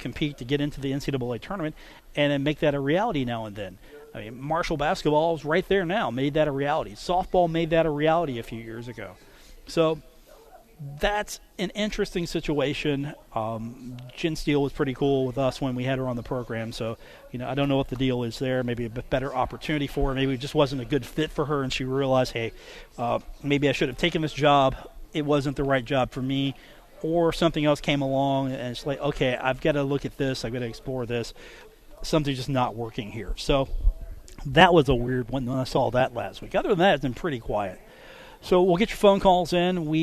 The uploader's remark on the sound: today from The Union Pub and Grill in Huntington